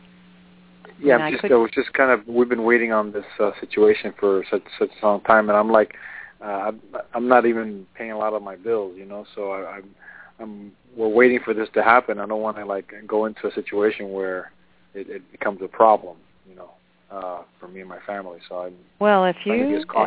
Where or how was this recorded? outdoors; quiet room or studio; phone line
phone line